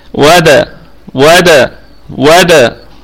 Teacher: فيبقى بسرعة كده يعني بديهيا ستجد نفسك تقول وادو دو هذا خطأ، لكن برضو هي نفس الآلية اللي احنا دائما نتكلم بها، تعود بالشفتين للخلف في الدال وتقلقلها. القلقلة هنا قلقلة صغرى لأنها في وسط الكلام